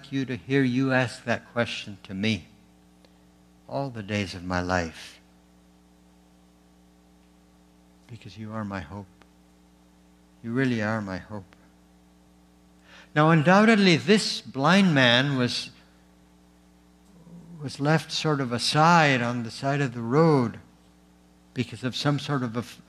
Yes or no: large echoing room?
yes